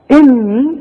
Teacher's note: بغن النون حركتين وبمد الياء حركتين عند الوقف